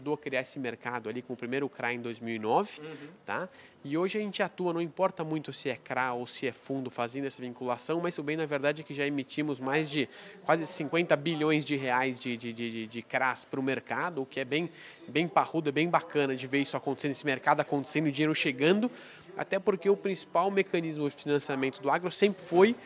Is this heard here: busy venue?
yes